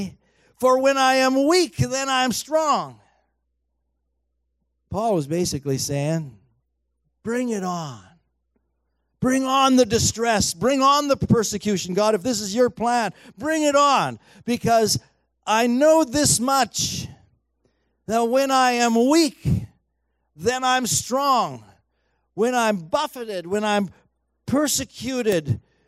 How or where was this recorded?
large echoing room